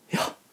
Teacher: Men i Skandinavia og, og faktisk den, på den nordlige halvkula så finner vi en måte å snakke på som er stikk motsatt. Vi snakker litt på innpust. Vi sier ja.